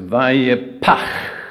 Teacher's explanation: it's got a plosive, the P sound, and then it's got that long guttural outgoing breath